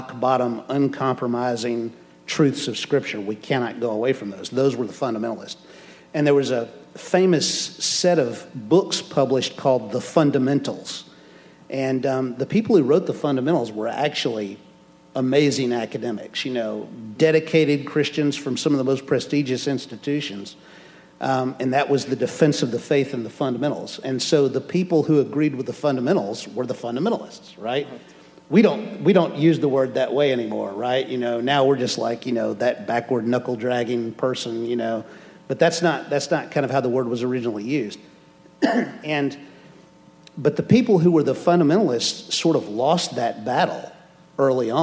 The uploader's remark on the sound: answers questions from the audience.